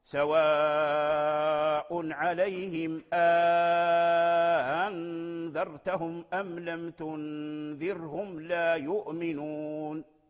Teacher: فيسكن الميم ويهمز يؤمنون